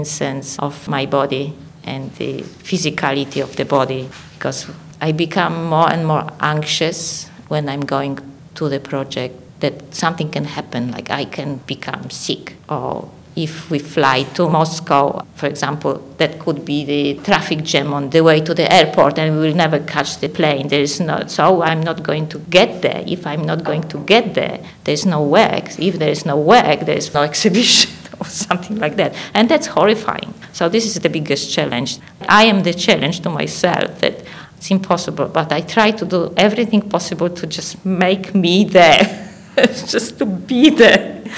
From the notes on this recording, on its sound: Recorded with a live audience